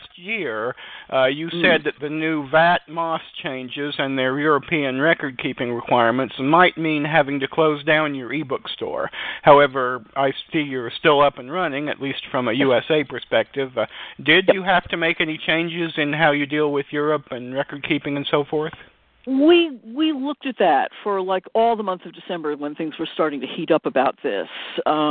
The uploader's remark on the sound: Live interview. Will phone.